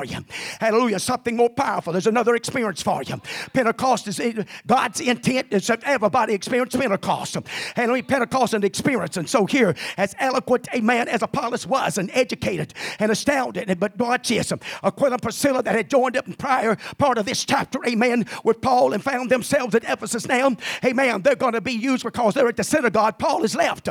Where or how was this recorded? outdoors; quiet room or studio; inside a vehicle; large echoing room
large echoing room